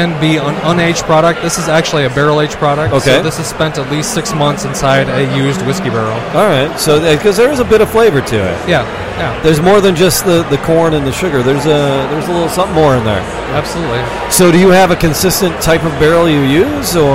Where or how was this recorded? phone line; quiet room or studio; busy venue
busy venue